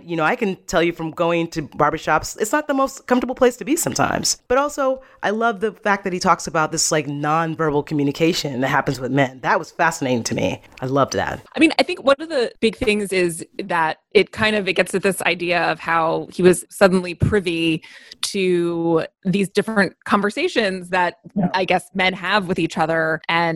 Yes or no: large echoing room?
no